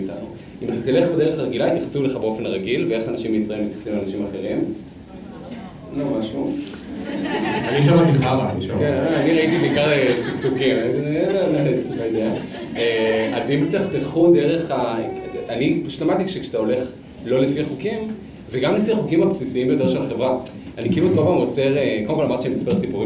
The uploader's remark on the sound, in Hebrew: נפגשנו לפופקורן לייב מול קהל חי ב-Rise תל אביב